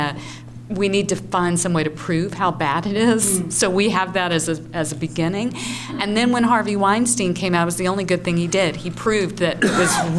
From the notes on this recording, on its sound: In front of an audience at Georgia Public Broadcasting in Atlanta.